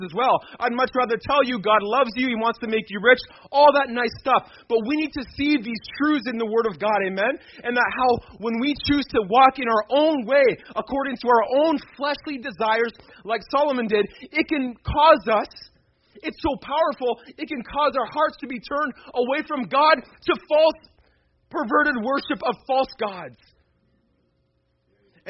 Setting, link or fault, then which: setting, large echoing room